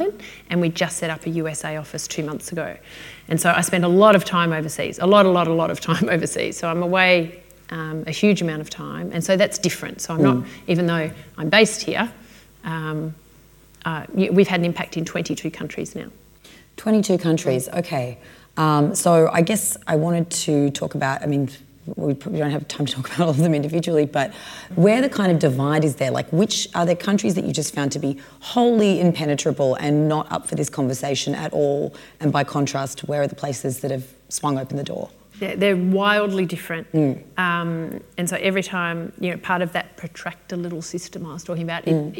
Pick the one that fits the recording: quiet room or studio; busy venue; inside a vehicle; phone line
busy venue